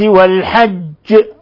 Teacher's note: ونلاحظ القلقلة الكبرى في لفظ والحج لأن الجيم مشددة